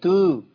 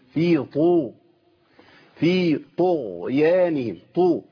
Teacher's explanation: الطاء طاء، والطاء ايه كمان؟ طاء مضمومه، طاء مفخمه تفخيم عالي · Shown in: second take